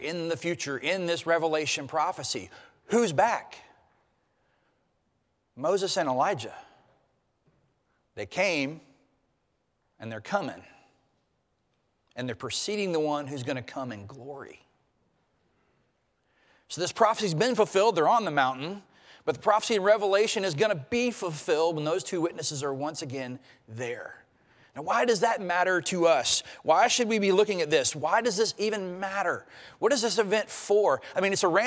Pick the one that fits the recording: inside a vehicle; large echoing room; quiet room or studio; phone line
large echoing room